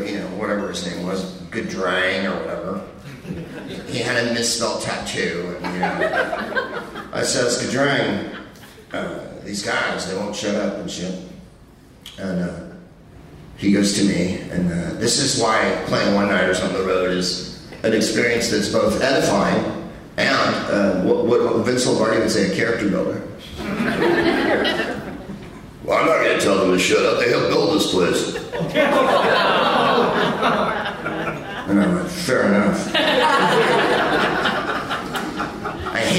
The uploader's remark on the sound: Live from the Tacoma Comedy Club in Tacoma